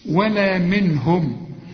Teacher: منهم النون هنا بعدها هاء، والهاء من حروف الإظهار برضو ما تغنش